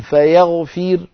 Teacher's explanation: نحو فيغفر عند الوصل الراء مفخمة لأنها مضمومة، لما نقف بالسكون فيغفر نقف بترقيق الراء لأن الراء قد صارت ساكنة وقبلها كسرة فهي مرققة، وإن وقفت بالإشمام يعني قلت فيغفر ثم ضممت شفتي من غير صوت أيضا الراء مرققة لأن الإشمام حكمه حكم الوقف.